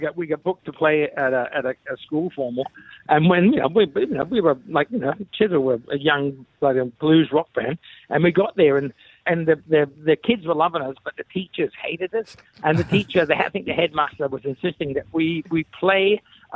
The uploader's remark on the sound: Today we are joined on the phone by headliner for the Rock 2000 Live Event 2023.